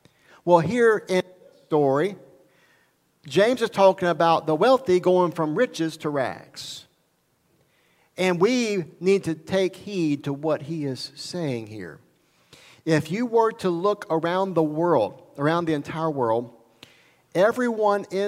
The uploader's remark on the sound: recorded at Highland Baptist Church, Molino, FL